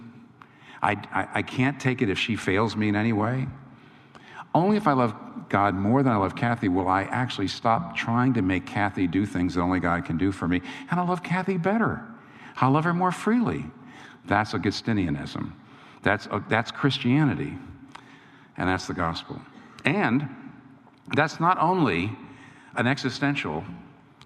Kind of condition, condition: setting, live audience